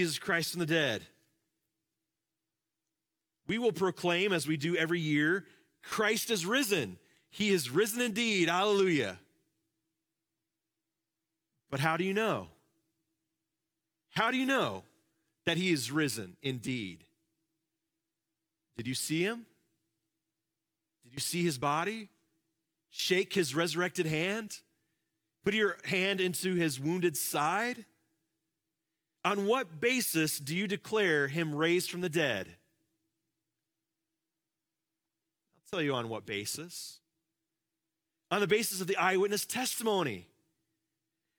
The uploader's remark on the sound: Live from our Celebration Ministry Center